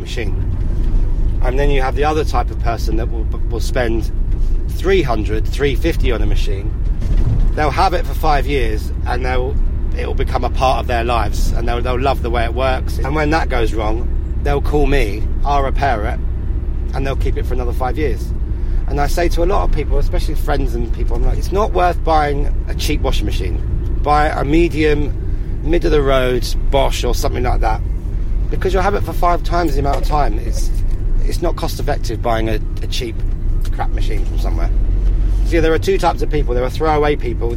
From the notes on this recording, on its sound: Back in the van. We also hear from people at a Restart Party in Camden.